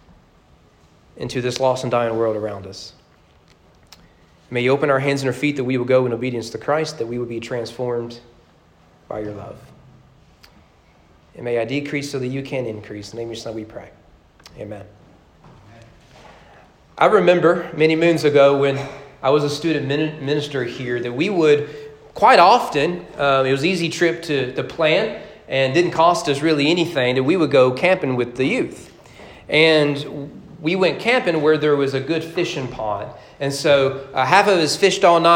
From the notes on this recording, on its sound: Sermon preached at Greenup Fork Baptist Church on April 25, 2022 during morning worship as part of their 200 anniversary celebration.